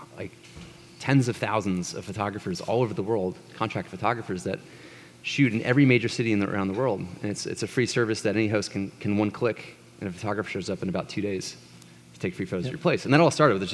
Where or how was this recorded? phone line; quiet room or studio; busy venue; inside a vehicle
busy venue